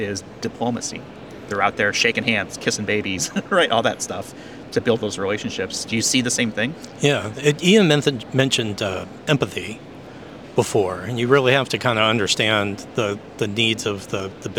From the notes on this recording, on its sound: recorded live at the Identity Week America 2023 conference